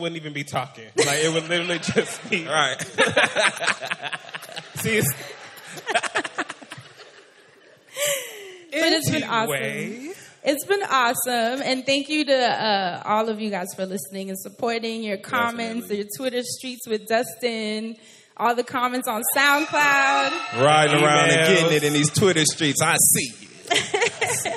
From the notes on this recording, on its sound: 3-Year Anniversary Live Show in NYC.